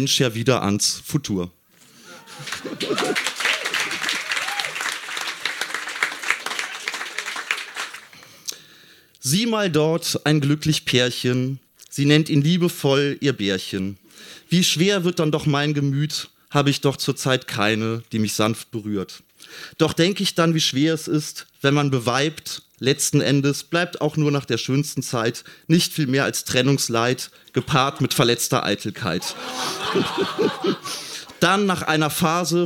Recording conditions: live audience